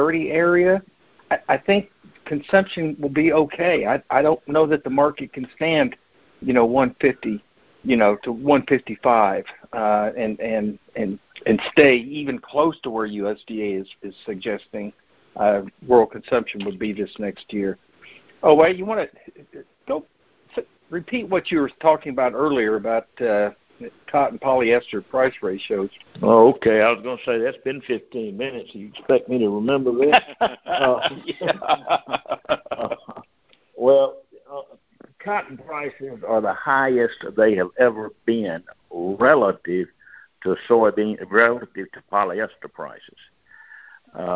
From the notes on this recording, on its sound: Monthly Conference Call.